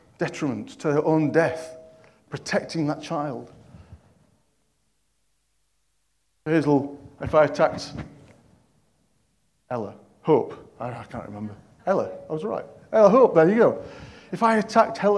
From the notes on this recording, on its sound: At King's Church, Cockermouth, as an audio file.